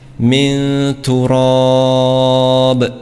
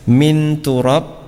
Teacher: Misalkan ada nun sukun bertemu dengan ta pada kalimat khalaqaka min turab, khalaqaka min turab, ya, nun sukun bertemu dengan ta. Maka di sini cara membacanya adalah menyamarkan nun sukun. · Shown in: first take · Jadi ketika kita membaca nun sukun, ya, min, maka sudah persiapan ke dalam huruf ta.